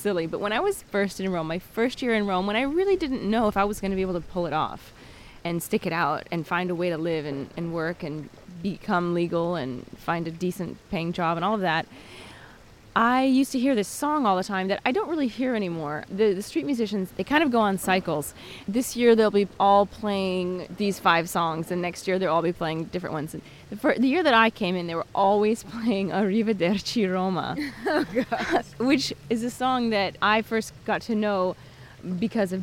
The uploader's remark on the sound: walking the streets of Trastevere at dawn